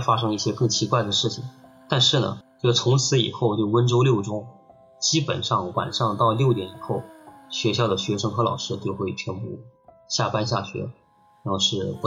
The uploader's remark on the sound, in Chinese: 本期节目音质上有点“特殊”